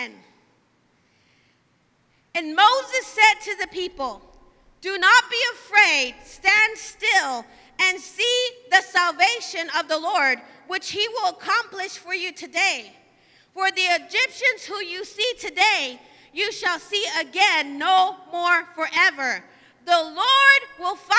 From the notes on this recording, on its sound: live from Emerging Streams Apostolic Center